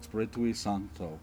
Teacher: That ui is a diphthong in Latin, and the sound doesn't exist in English